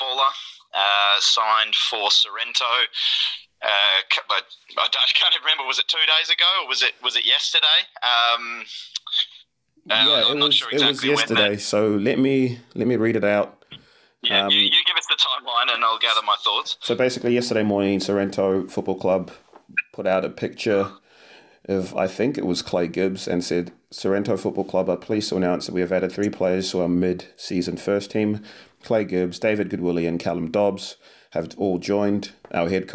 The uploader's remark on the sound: have a phone call